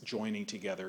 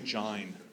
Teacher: They pronounced it in what we would now call a Cockney way, so that you don't talk about two things joining together, you talk about them jining together. · Shown in: second take